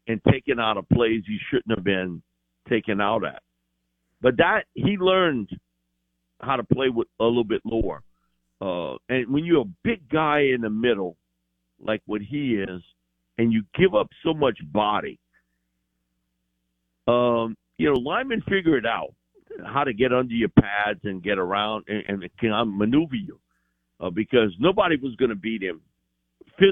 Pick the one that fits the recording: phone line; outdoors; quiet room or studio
phone line